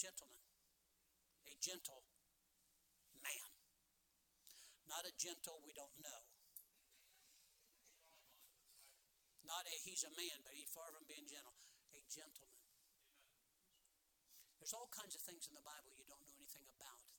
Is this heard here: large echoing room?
yes